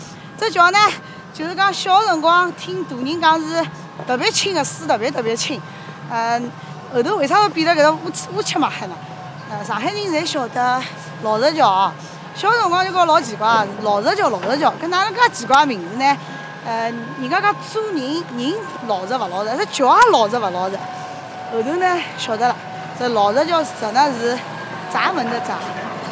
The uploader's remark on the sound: Walking around the area.